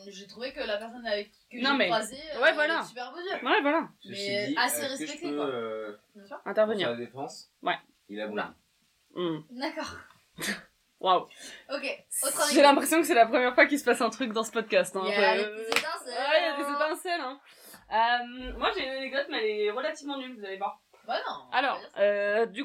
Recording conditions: poor sound quality